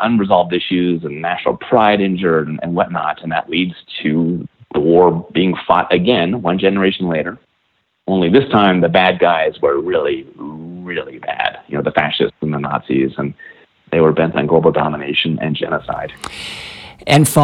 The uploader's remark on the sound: Please join me in welcoming to The Not Old Better Show via internet phone